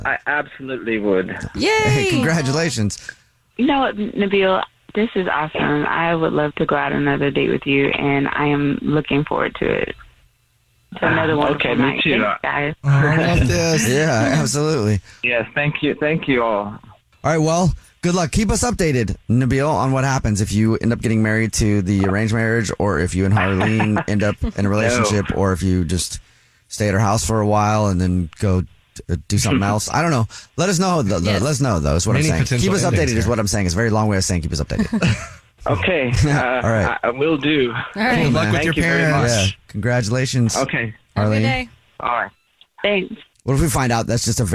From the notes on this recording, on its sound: We get that other person on the phone. One listener on the phone is not getting a call back.